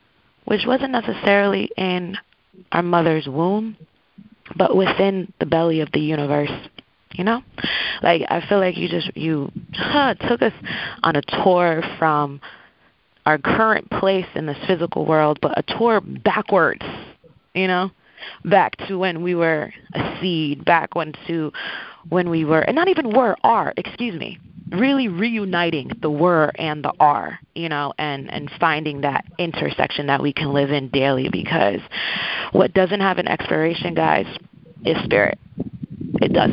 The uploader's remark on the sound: Call recording